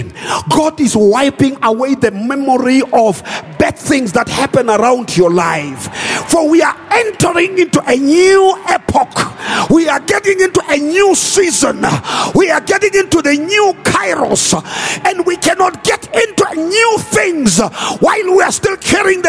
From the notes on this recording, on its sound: Preached at Grace Bible Church Pimville.